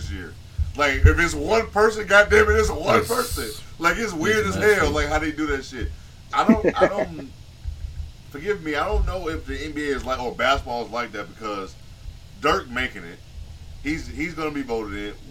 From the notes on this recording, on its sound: SOME AUDIO ISSUES